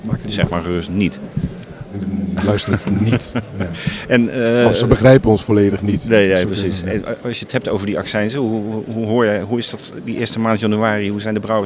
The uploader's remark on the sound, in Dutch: Dutch Craft Beer Conference 2024. Tijdens de 8e Dutch Craft Beer Conference (1 februari 2024) in Den Bosch.